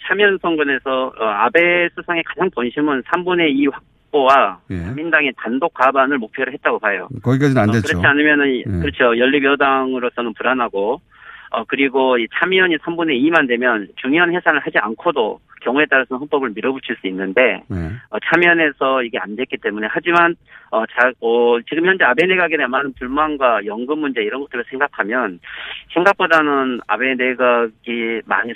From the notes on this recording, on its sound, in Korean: 전화연결